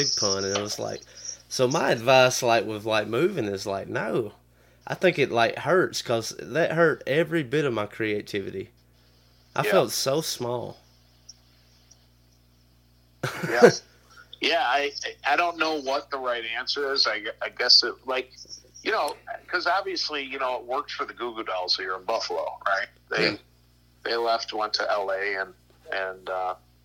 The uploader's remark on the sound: burnt the phones lines down